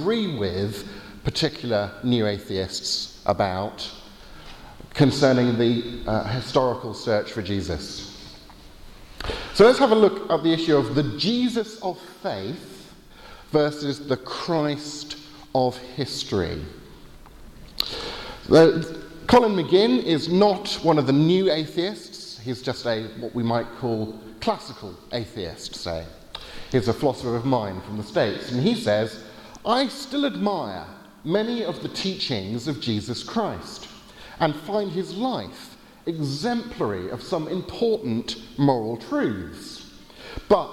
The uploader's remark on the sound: Lecture with Q&A from the Veritas Conference in Norway